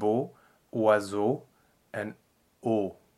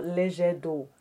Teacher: And actually, at the end of that sentence, we have another one, which is EAU. And EAU is O as well. So both are closed O.